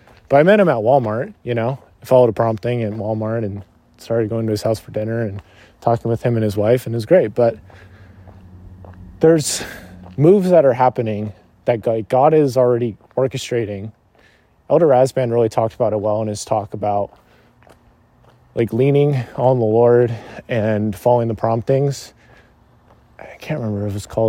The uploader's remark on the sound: This was recorded while on a walk through my parent's neighborhood. There may be the sounds of cars and driving and that is 100% intended haha.